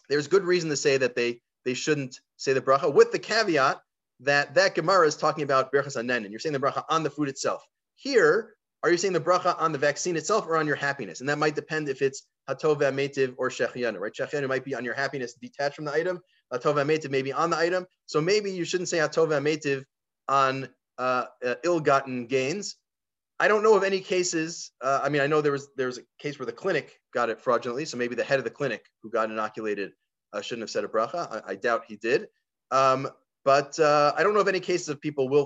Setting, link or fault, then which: link, video call